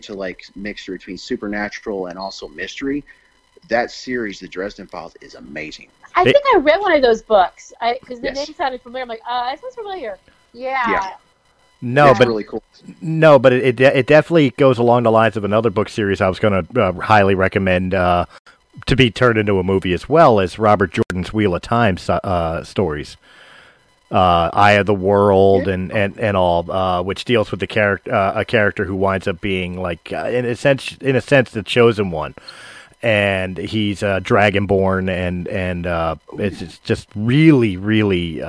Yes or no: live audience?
no